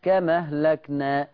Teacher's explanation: هنقل حركة الهمزة إلى الميم تبقى كم أهلكنا